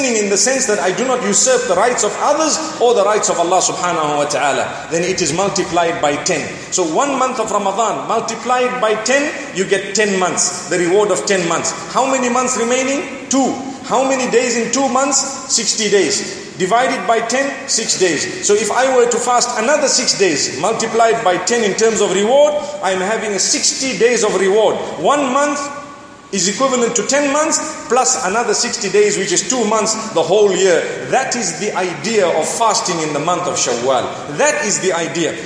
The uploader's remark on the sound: Delivered at University of Technology Malaysia